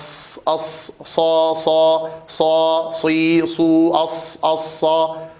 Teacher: مستعل، فيه ارتفاع لأقصى اللسان إلى الحنك الأعلى، ومطبق يطبق فيه اللسان على الحنك الأعلى. وفيه صفير، وهو صوت زائد يصحب هذه الحروف يشبه صوت الصفير الذي نسمعه أص أص صا صا صا صي صو أص أص الصافات الصف إلى آخر.